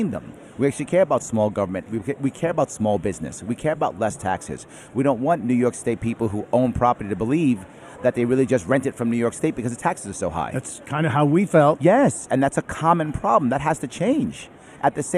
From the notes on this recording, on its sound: Live form Freedom Fest. On The Blaze Radio.